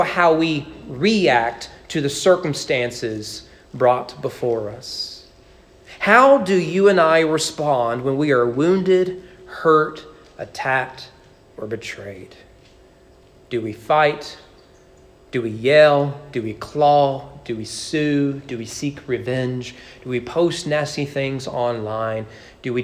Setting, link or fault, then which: setting, large echoing room